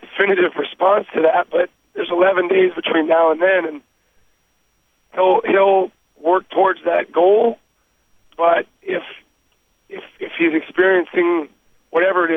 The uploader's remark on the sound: Conference Call